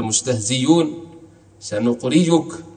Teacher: إبدالها إلى ياء محضة وإلى واو محضة.